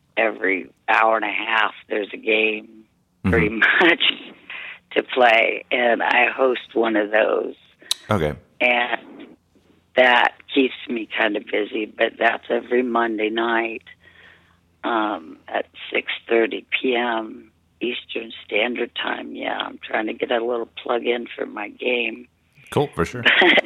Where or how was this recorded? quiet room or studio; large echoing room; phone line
phone line